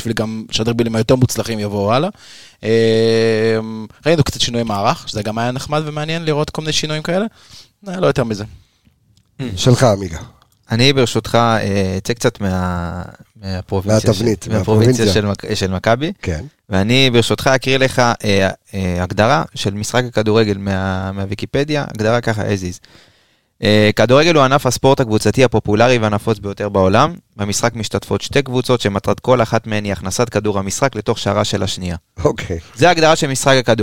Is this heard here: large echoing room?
no